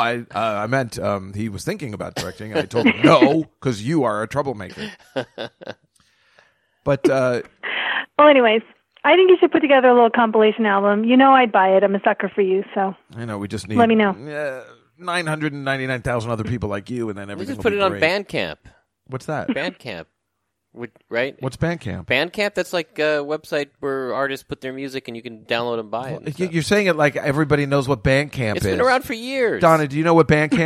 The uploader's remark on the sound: The Call-In Show